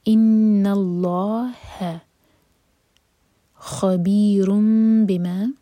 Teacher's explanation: ان اللہ خبیر بما، یہ تھا خبیر، نیکسٹ ورڈ با سے شروع ہو رہا ہے تو یہاں پر ہے اقلاب، تنوین کا ساؤنڈ جو ہے میم میں چینج ہو رہا ہے